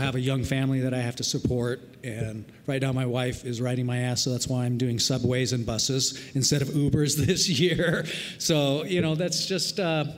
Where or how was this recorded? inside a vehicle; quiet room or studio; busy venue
busy venue